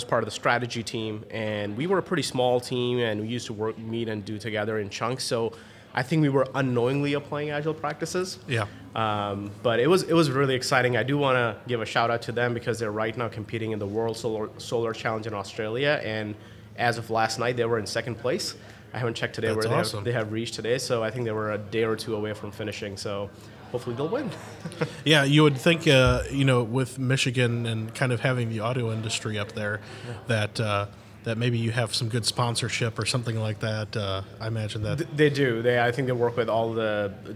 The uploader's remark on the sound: Live From Agile Midwest